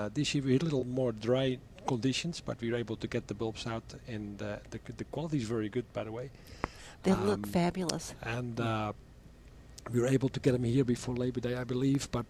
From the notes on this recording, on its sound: live from Prairie Gardens